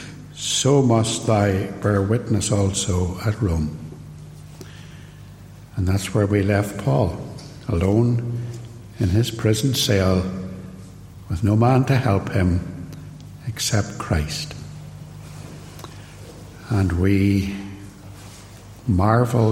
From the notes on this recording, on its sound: Sermon preached at Templepatrick Reformed Church